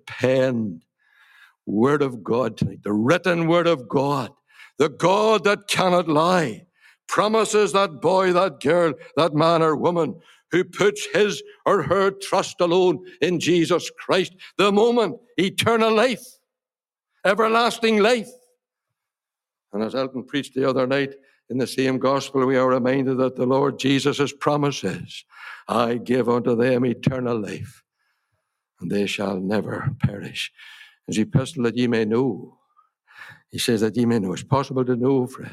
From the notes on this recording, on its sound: Gospel Audio Recording from Ballyclare Gospel Hall